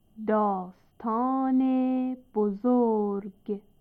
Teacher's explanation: وجوب إلحاق كسرة إلى الصفة وإلى المضاف، أي تجنب النطق بهما ساكنين